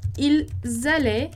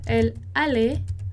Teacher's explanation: a gente vai marcar o plural com a ligação, com a liaison · Shown in: first take